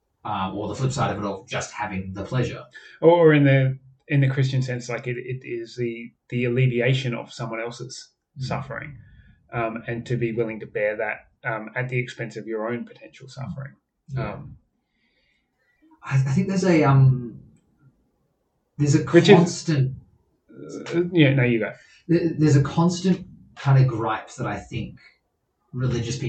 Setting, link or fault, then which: fault, poor sound quality